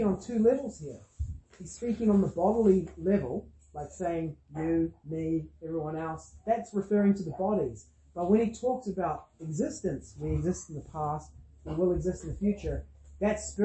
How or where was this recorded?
large echoing room